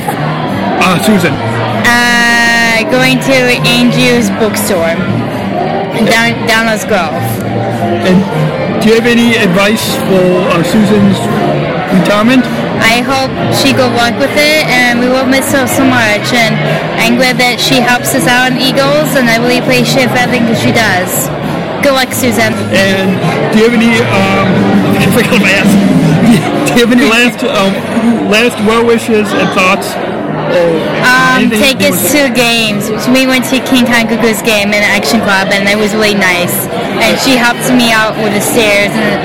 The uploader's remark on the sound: Podcasting live from the 2017 SEASPAR Believe &#38; Achieve Banquet. Podcasting live from the 2017 SEASPAR Believe & Achieve Banquet for our 3rd annual live broadcast at this event.